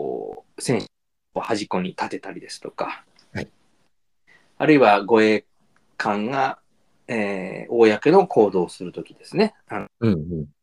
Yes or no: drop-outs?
yes